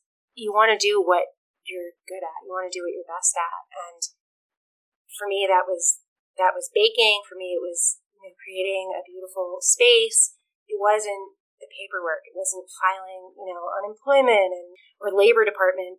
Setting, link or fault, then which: fault, poor sound quality